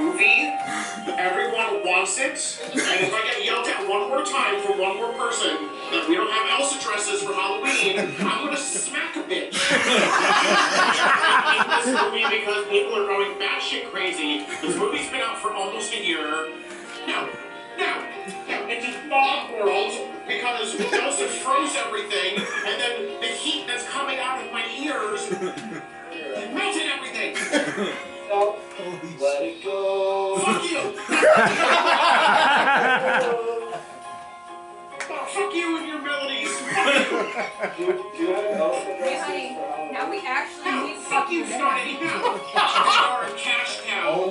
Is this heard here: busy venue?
yes